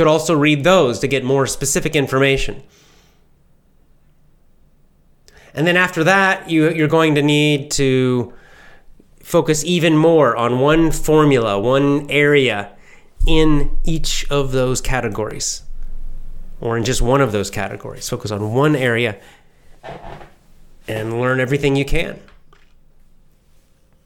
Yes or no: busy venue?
no